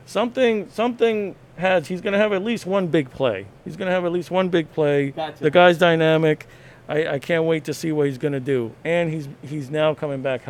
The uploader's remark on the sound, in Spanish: Woodmoor Market Special. Live #eventoenvivo.